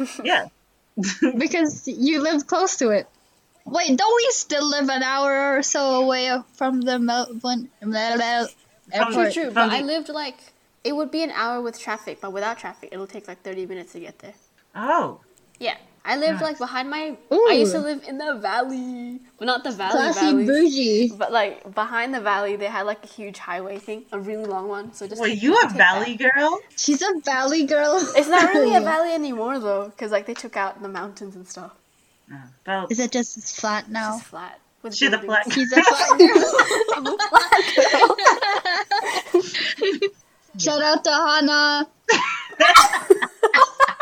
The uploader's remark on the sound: The audio in this episode may not be stellar.